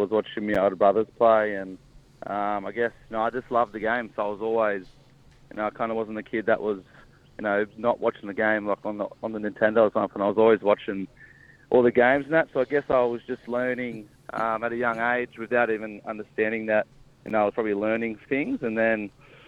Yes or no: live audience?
no